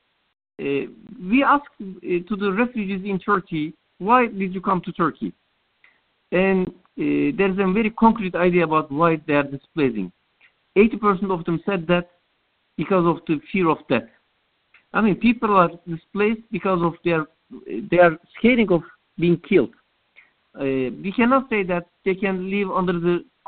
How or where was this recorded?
phone line